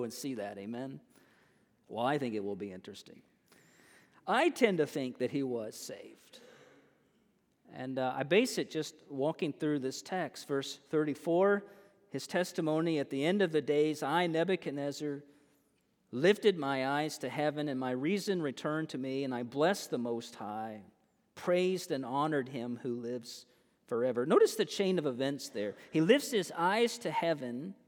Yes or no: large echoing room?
yes